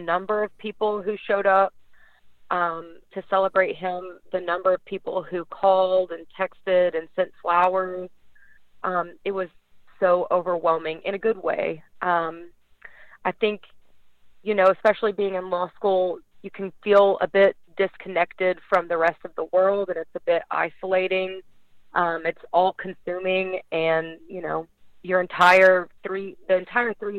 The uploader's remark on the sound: LIVE on the Back In Action Hotline. On RWRC Radio on The Ticket 95.3 Fm/970 AM, Ritter Communications, Tubetown 21!